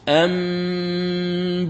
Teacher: حرف الباء، فتقول، فتقول أمبورك، هذا النون مع الباء، أمبورك، يعني تقرأ ميم مخفاة بغنة، وتطبق الشفتين دون ترك ما يسمى بالفرجة · Term: القلب